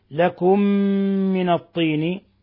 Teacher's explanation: أضغمت الميم الأولى في الميم الثانية بما يسمى بإضغام المثلين الصغير مع غنة من الخشوم